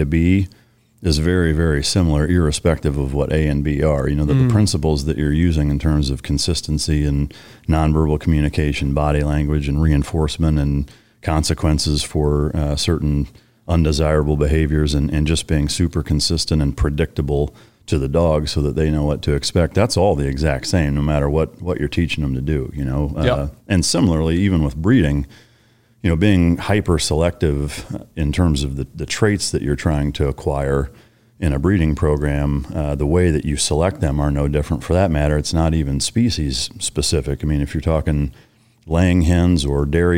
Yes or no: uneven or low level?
no